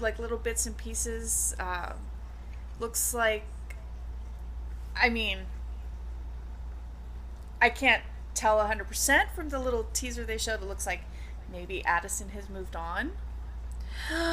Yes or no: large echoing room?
no